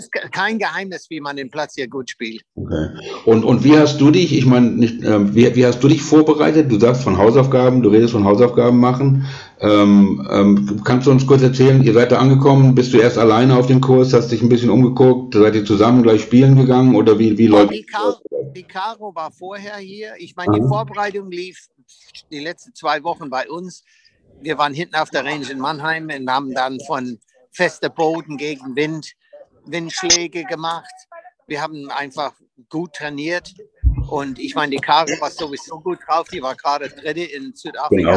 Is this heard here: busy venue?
yes